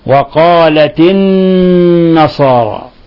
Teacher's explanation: النصارى وتضغط عليها، تضغط بلسانك على أصول الثنايا العليا وتظهر غنة من الخشوم مقدارها حركتين